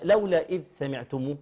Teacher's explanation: خرج لسانك في الحرف اللثوي اللي هو الذال